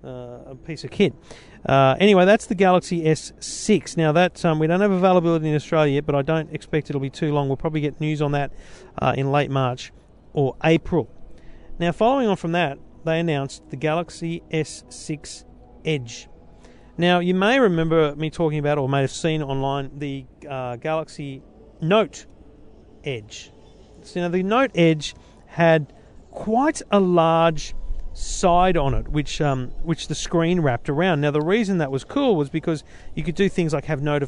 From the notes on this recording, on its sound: Live in Barcelona for Mobile World Congress 2015